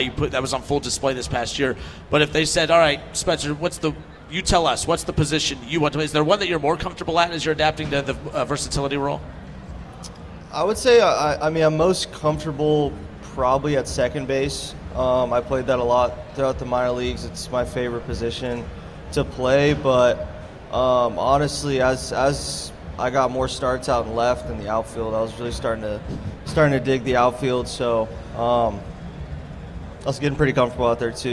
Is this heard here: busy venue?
yes